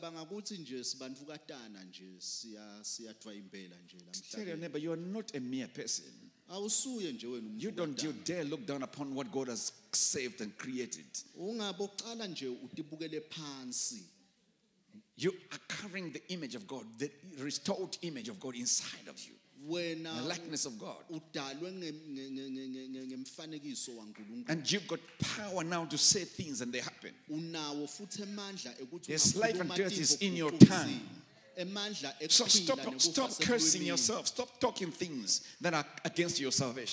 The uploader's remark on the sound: Recorded live at The Apostolic Hub.